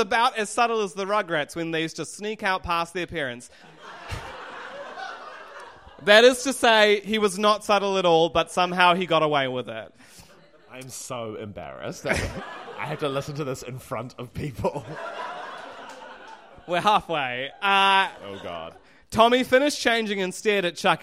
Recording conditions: live audience